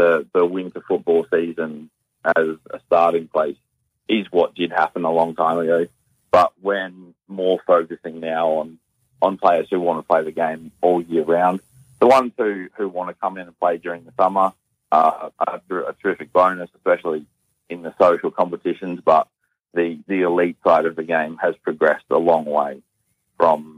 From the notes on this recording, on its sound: In the studio the Team this week will be State Dream Team Defender. Talking football with the Team and bringing you the latest news are these guests live on the phone.